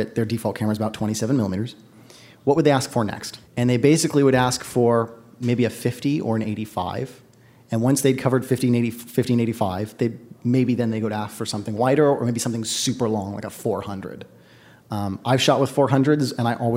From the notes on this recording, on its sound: Live at The Glass Room in San Francisco